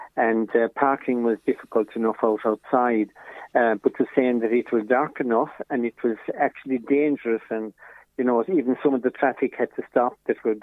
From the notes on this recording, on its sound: joined on the phone by Ogonnelloe correspondent